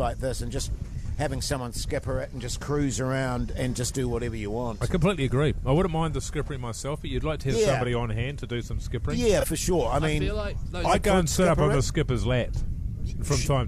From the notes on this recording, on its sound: They're back for 2024 and LIVE from the Hauraki Gulf!